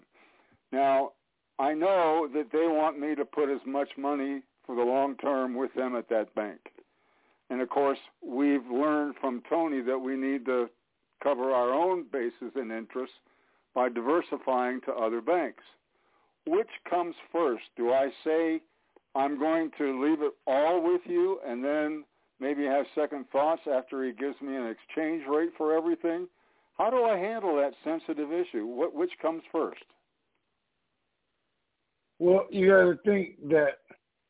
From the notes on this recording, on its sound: TNTSuperfantastic Conference Call - Monday, June 14, 2021